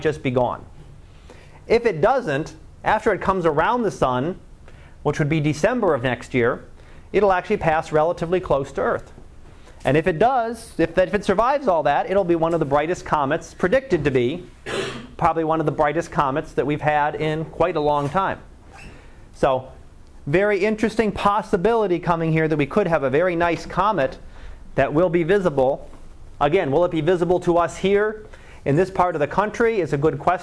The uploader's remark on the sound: Live Class Lecture